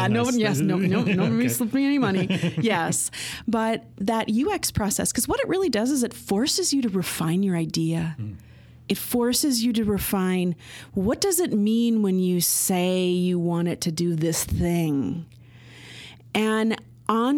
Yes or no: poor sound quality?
no